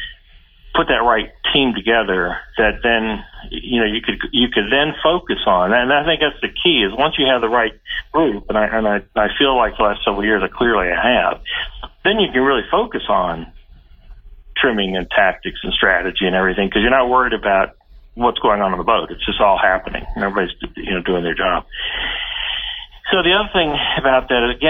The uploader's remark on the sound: chat over the phone